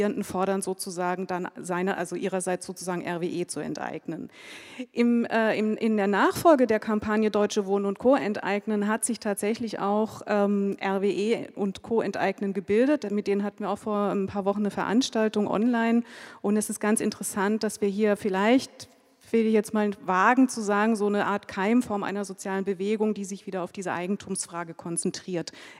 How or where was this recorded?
busy venue